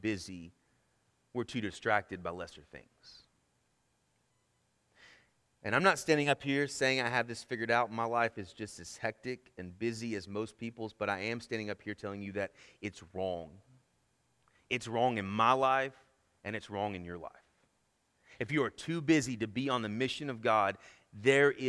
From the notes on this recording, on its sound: Sermon Audio from our Worship service